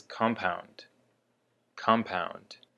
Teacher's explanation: for the word compound, the emphasis is on the first syllable